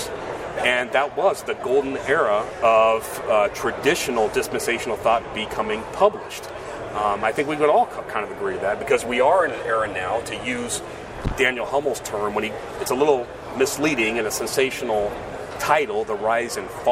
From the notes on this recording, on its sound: join us live at the IFCA Convention